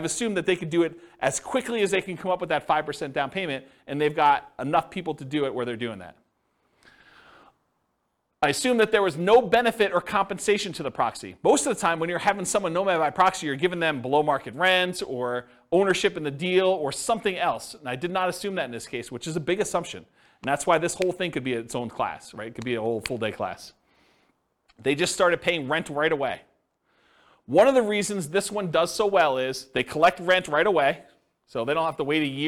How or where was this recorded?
live audience